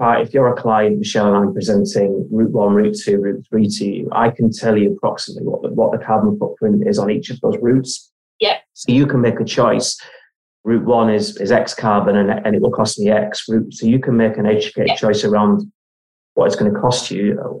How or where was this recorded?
video call